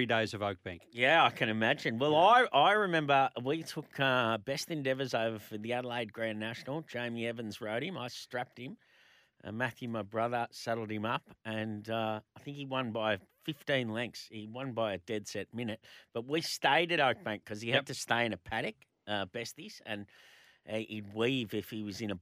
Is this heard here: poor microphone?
no